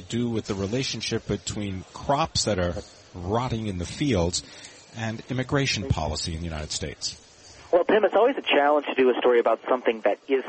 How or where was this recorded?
busy venue